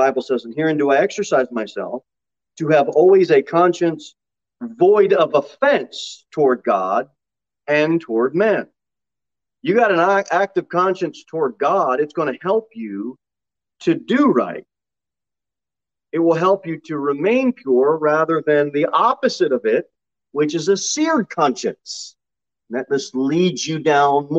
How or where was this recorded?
large echoing room